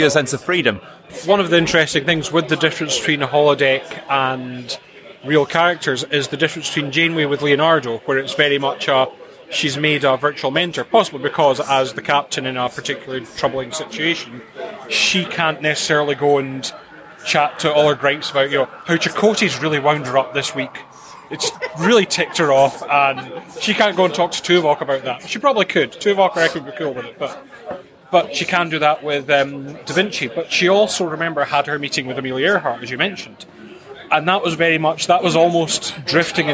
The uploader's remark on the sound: In this special episode of Primitive Culture, recorded live at the Destination Star Trek convention in Birmingham, England